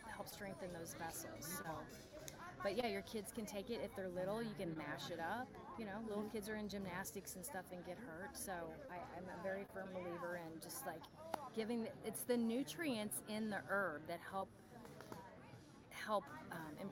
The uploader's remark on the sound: on location at Goody Farms in Joplin, MO